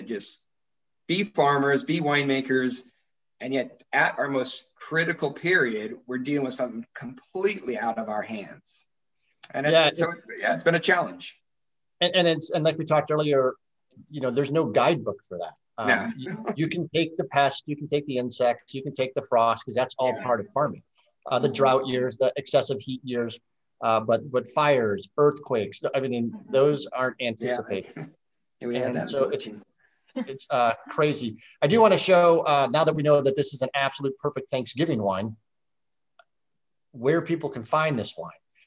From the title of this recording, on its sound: SIP Virtual Wine Tasting and Q&A